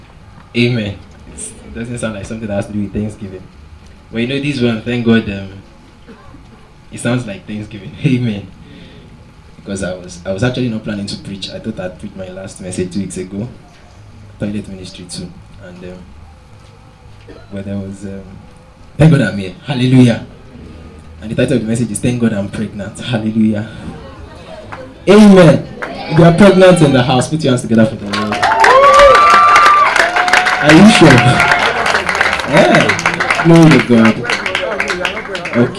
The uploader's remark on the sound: Preached at TACSFON OAU in 2009.